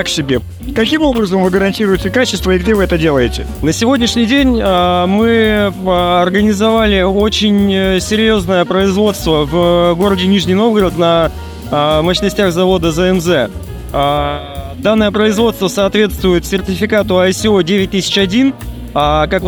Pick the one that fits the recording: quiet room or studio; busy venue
busy venue